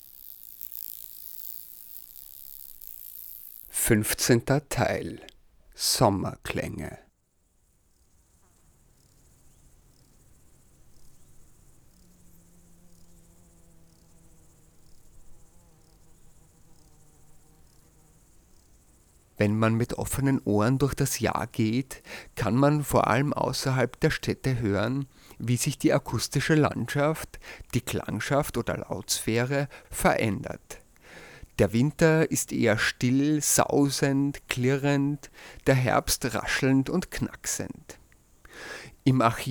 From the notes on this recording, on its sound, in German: Die aufnahmen zur Sendung entstanden an der slowenischen Küste, in Südkärnten, den albanischen Alpen, Wien Favoriten, Döbling und Josefstadt.